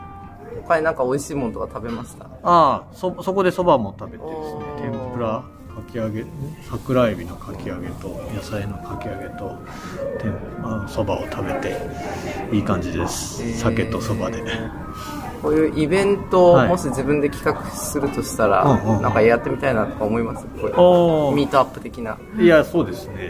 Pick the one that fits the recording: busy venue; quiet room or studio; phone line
busy venue